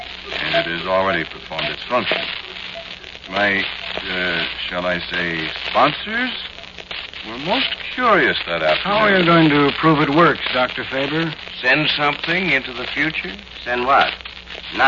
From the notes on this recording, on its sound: Audio is good for a change, only a little record noise and static.